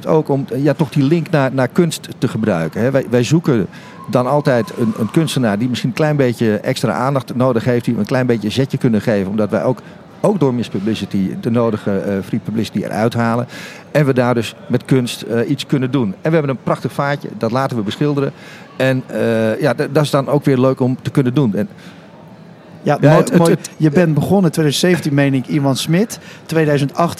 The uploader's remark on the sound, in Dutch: Vandaag live vanaf het ABN Amro World Tennis Tournament in Rotterdam over food en art.